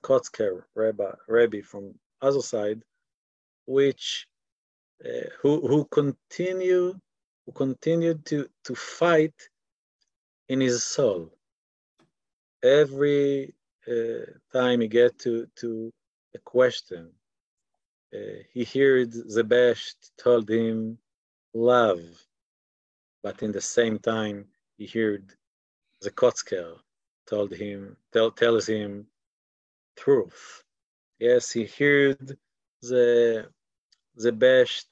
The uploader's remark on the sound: This audio was originally captured from Zoom.